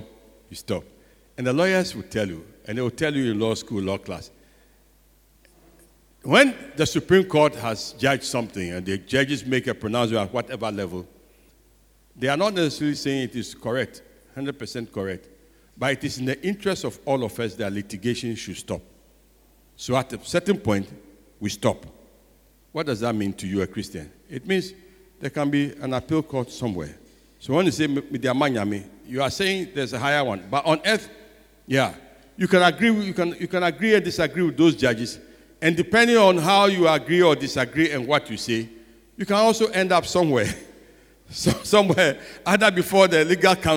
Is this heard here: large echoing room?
yes